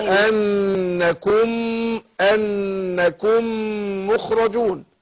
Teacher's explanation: والميم التانية مشددة علامة على ان الاولى وادغمت في الثانية فادغمنا هننطق ميم واحدة مشددة وبيسموه ايه ادغام مثلين صغير